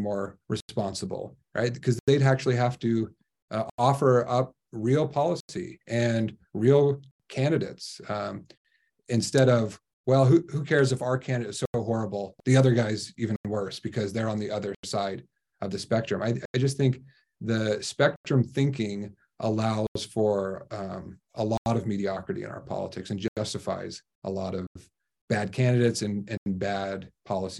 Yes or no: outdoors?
no